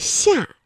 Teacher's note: 舌面啊是贴近硬腭来发音的